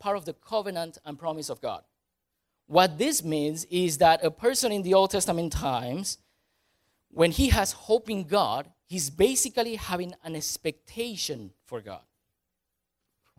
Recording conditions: large echoing room